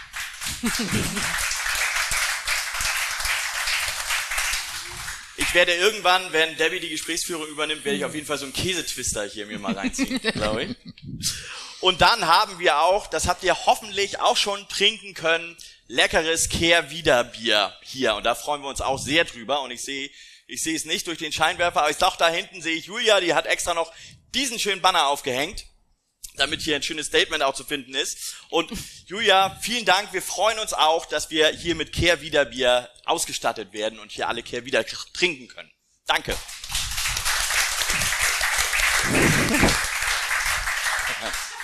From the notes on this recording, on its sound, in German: Nach zwei Jahren pandemiebedingter Pause konnten wir endlich wieder eine Sendung vor Publikum abhalten.